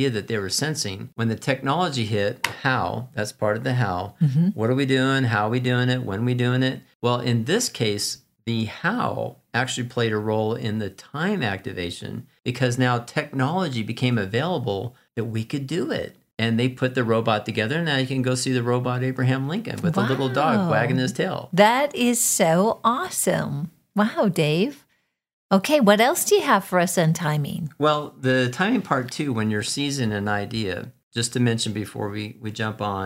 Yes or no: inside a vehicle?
no